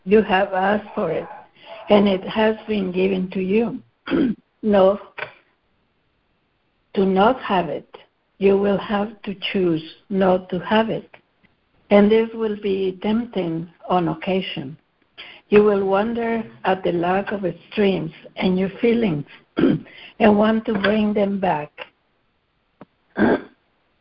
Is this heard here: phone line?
yes